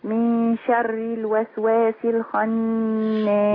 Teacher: هي شين مرققة في كل أحوالها في القرآن